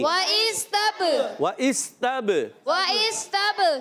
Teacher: وہ اس سین سیڑھی کے ساتھ، اور تا کو با سے ملائیں گے. تب با میں قلقلہ کریں گے.